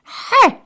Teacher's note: الحرف الثاني هو الحاء، ح هو الآخر خرج من الحنجر